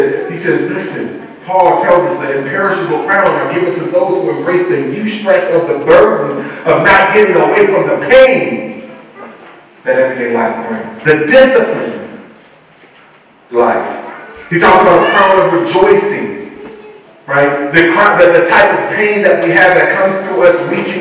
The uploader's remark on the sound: Once Again we apologize for the poor audio quality